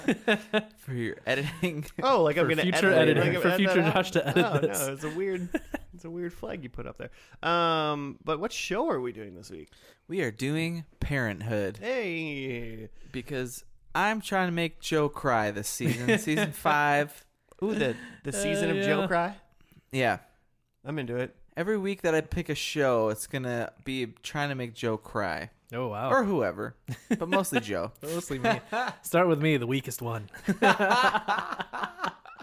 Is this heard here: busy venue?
no